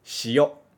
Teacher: Mas, na hora de falar, a gente, muitas vezes, encurta, não estica o yo, né?